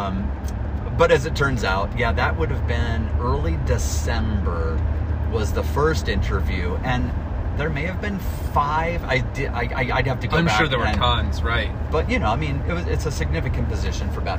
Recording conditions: inside a vehicle